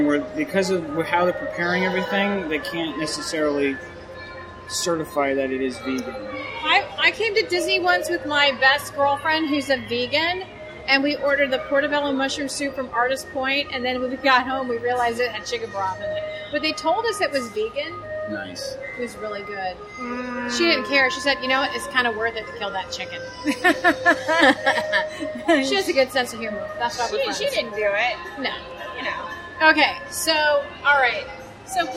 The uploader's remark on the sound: Epcot Food and Wine Festival Review - from the DVC Lounge! On today's episode we are recording on location to give you our take on the 2018 Epcot International Food and Wine Festival! We were actually recognized while in the parks so of course we had our listeners chime in on the show! The DVC Lounge on this special on location edition of The Mouse and More Podcast.